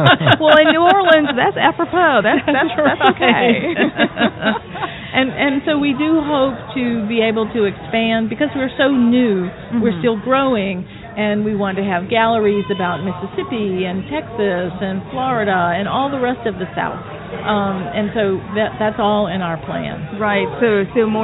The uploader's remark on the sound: World Footprints returns to New Orleans for our signature broadcast from Jackson Square for French Quarter Festival!